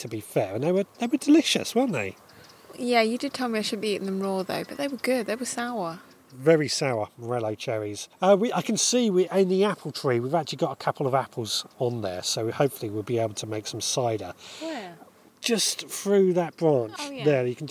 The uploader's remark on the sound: Walking around the allotment with my wife. Tonight I recorded us chatting as we wandered around the allotment.